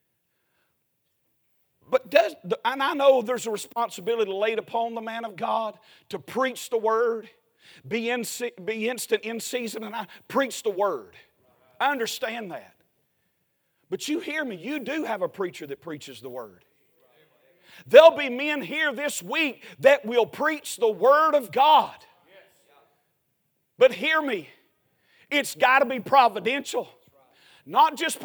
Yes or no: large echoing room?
yes